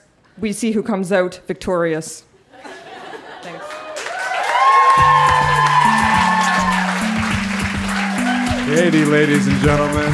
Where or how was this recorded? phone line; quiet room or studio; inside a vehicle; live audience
live audience